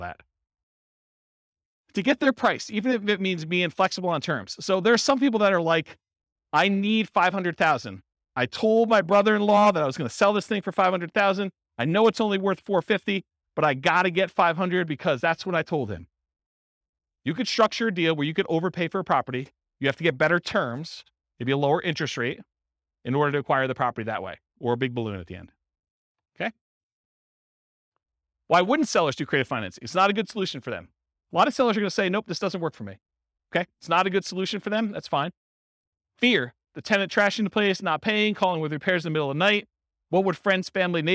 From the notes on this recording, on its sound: This was a live class recorded